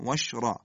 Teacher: کلو واشربو شین ساکنه تکون نمیخوره، را مفتوح تفخیم میشه